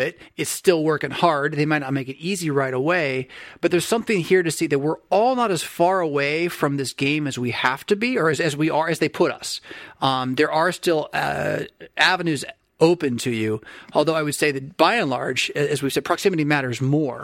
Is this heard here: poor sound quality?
no